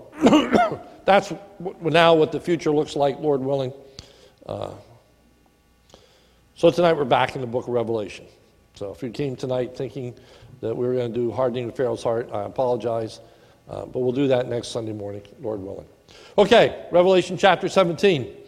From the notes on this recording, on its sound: This is a sermon recorded at the Lebanon Bible Fellowship Church on 7/14/2019 during the evening service